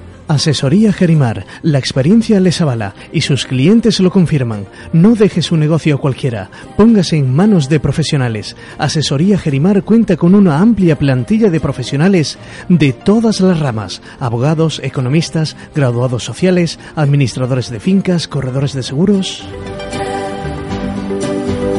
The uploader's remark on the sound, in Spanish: en el patio del Ayuntamiento de Antequera